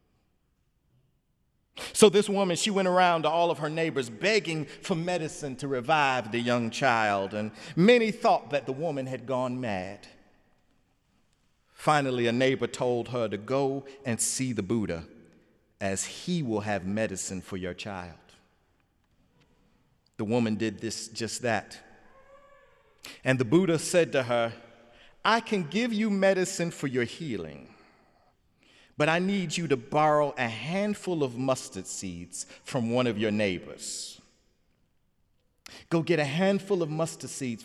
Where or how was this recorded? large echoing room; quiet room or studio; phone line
large echoing room